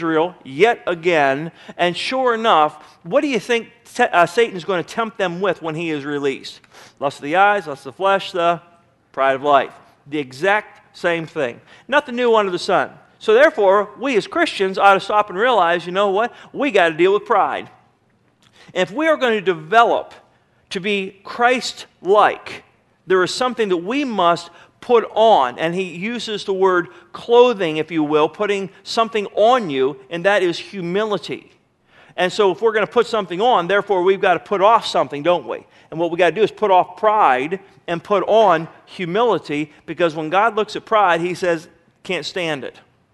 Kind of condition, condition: setting, large echoing room